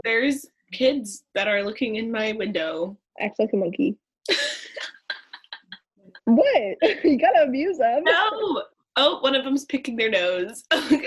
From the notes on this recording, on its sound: In this first-ever zoom-recorded episode.